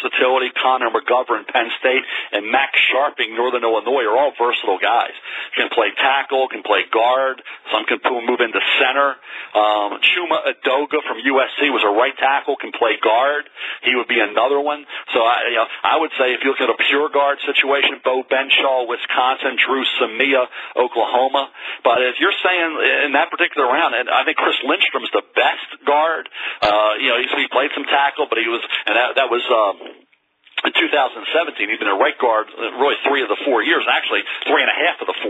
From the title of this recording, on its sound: NFL Draft Conference Call